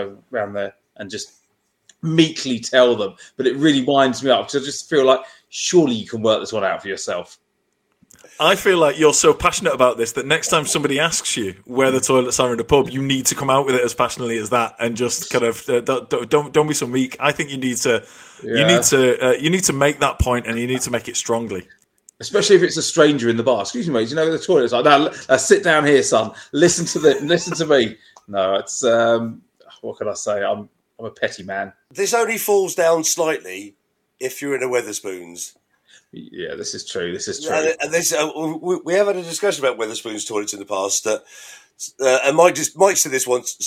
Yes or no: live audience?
no